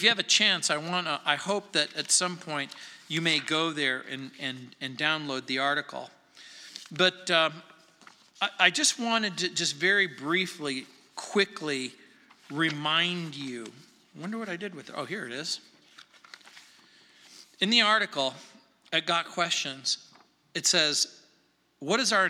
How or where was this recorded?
large echoing room